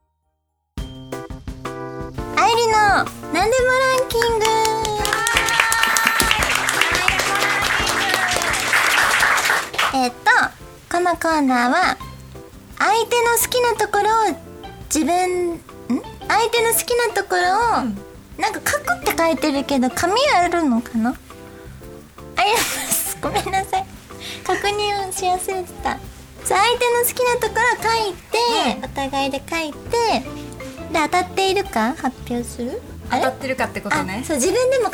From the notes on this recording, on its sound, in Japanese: 約1年ぶりの公開収録です！